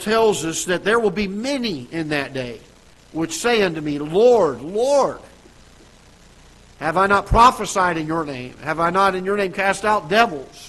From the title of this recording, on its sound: Ketha Heights Baptist Church ~ Live Broadcast